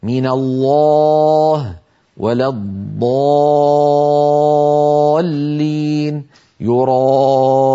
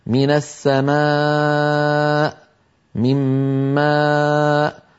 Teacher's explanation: صوت الألف المفخمة ينضغط إلى قبة الحنك وذلك بسبب تقعر وسط اللسان وتضيق الحلق · Shown in: first take